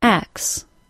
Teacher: When I say the word axe, I don't actually say the T sound. Axe. This is the normal American pronunciation of this combination. · Term: dropped T sound